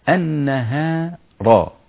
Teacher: اللام هنا لام شمسية مدغمة في النون، تأمل، اللام سهل أنها تدغم في النون، النهار، أنت لم تقل النهار، أنت قلت النهار من الألف إلى النون مباشرة، واللام أدغمت في النون إدغام كامل لم يعد لها أصل لأنها لام شمسية.